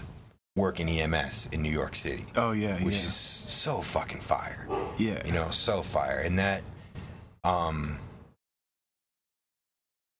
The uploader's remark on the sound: We recorded this on his front porch in Pittsburgh, on Black Friday